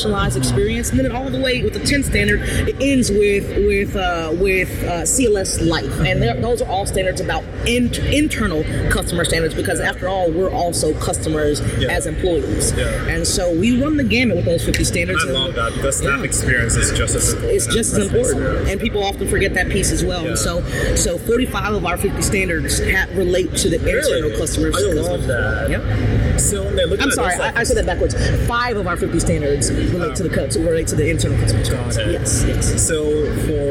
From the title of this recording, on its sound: LIVE AT NAA